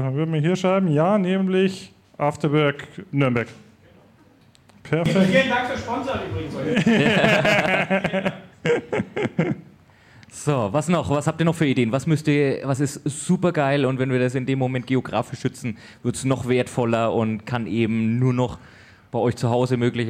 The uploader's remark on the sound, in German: Die Wundersame Wirtschaftswelt ist live auf der Bühne zu hören UND zu sehen! Dieser Live-Aufnahme.